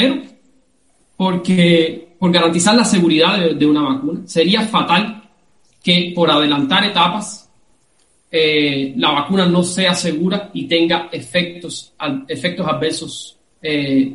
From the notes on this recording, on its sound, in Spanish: Una conversación en vivo. Esta entrevista se realizó el 31 de julio de 2020 en una transmisión en vivo a través de #FacebookLive.